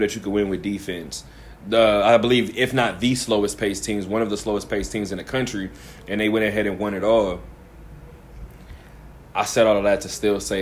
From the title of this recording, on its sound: Live from Westgate